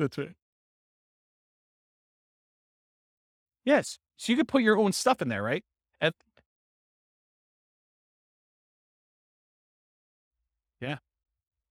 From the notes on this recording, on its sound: This was a live class recorded